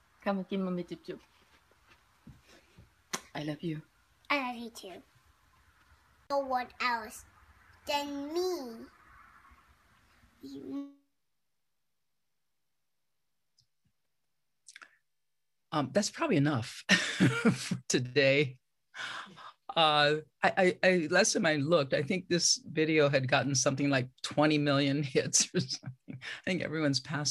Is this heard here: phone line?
no